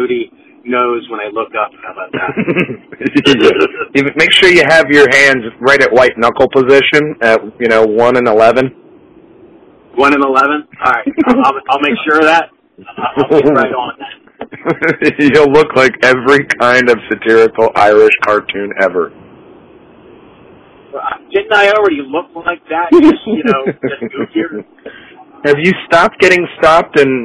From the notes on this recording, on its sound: This time via phone.